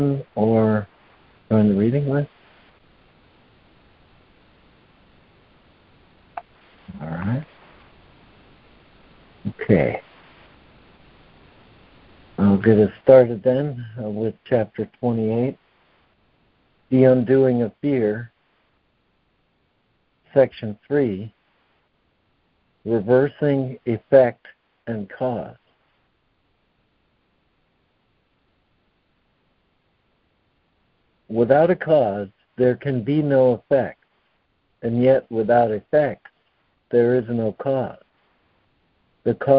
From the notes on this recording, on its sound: ACIM Daily Conference Call